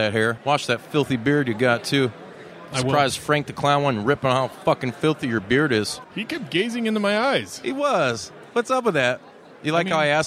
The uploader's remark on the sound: live from the #WarriorWrestling 4 VIP Fan Fest!